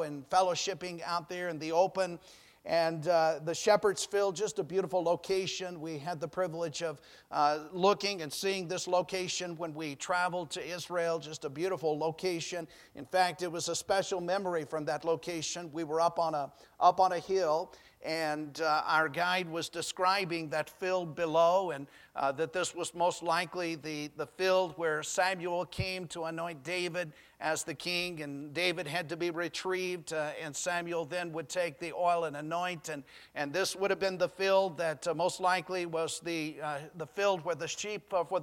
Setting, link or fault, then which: setting, large echoing room